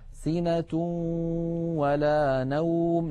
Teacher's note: إدغام النون الساكنة والتنوين في الواو والياء إدغاما ناقصا تبقى فيه الغنة · Term: الإدغام الناقص